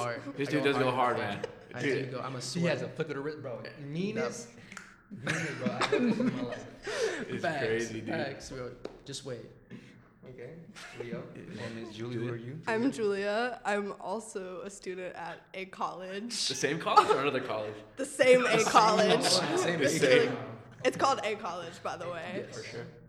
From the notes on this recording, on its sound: Please excuse the echo, we are still hopping around recording locations.